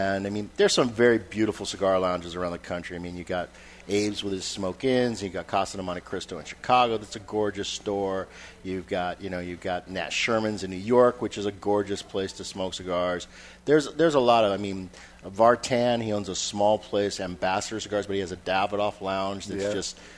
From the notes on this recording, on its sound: live from Two Guys Smoke Shop in Salem, NH